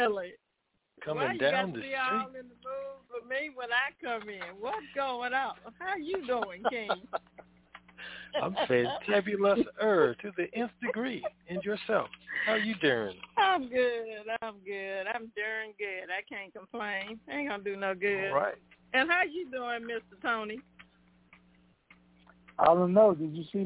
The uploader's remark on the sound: TNTSuperfantastic Conference Call